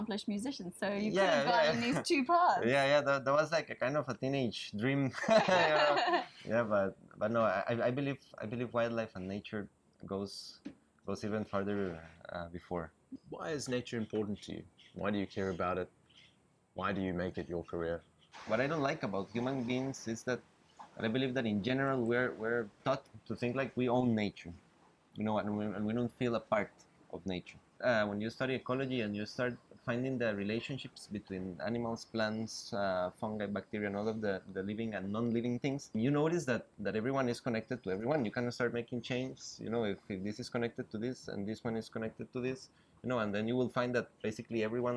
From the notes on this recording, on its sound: We recorded this episode on the banks of the Tortugeuro river so you will hear the sounds of birds, boats and locals going about their business.